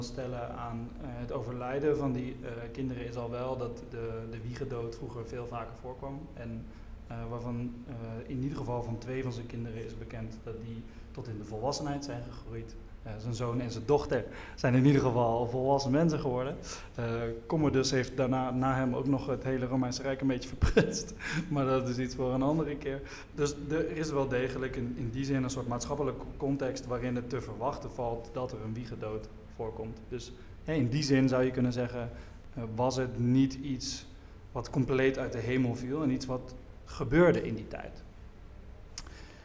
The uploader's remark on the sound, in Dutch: Stoicon-X Gent. Live vanuit het Geuzenhuis. Om op het festival Stoicon-X te Gent een live podcastopname te houden.